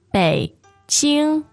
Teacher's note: So third and first tone. Third and first, Beijing.